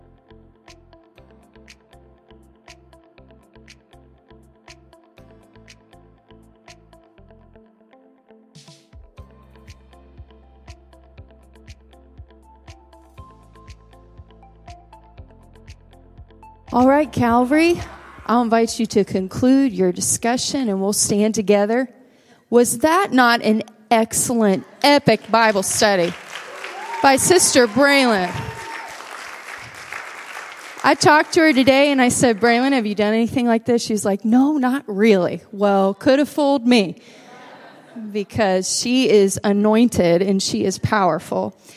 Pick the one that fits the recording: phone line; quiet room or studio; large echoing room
large echoing room